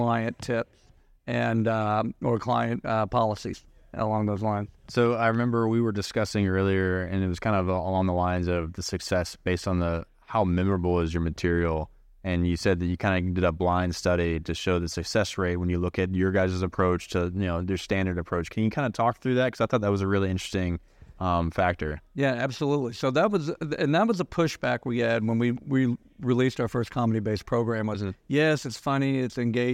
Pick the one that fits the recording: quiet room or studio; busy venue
busy venue